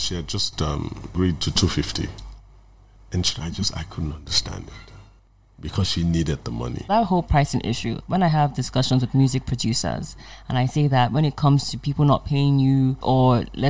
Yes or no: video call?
no